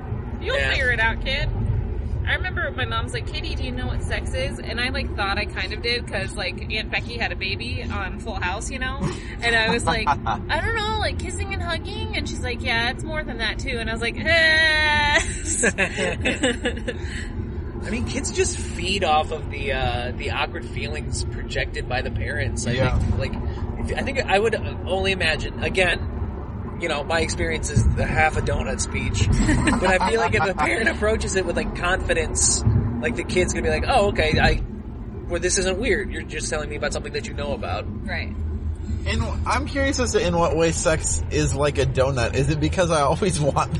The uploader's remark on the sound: had a couple pretty long car rides to and from Bloomington, Indiana for the Combine this past weekend, so we thought we'd take advantage of them to create content.